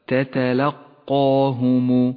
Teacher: حرف القاف وحرف الألف الذي بعده حرفان مفخمان، وأما باقي الحروف قبل ذلك وبعده حروف مرققة